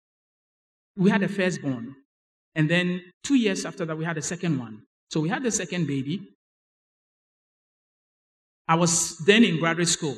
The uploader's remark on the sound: Sermon preached at CBC Adabraka Campus